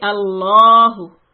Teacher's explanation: Again, the لفظ جلالة lamb here is heavy. · Term: heavy lamb